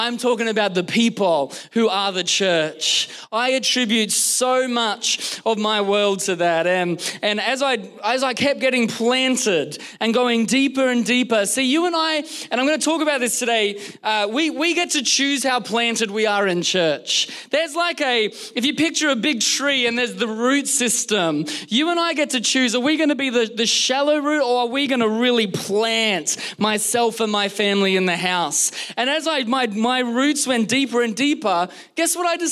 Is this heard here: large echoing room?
yes